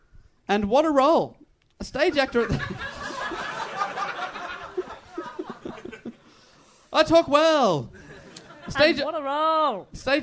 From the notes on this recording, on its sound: Recorded live at The Phoenix in London.